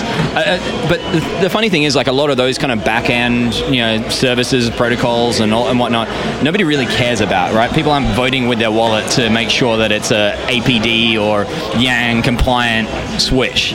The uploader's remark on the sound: A candid conversation among engineers about the tech industry, recorded live in bar.